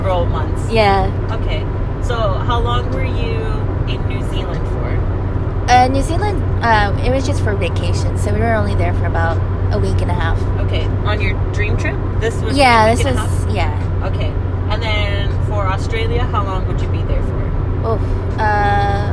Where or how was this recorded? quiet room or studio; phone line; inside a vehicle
inside a vehicle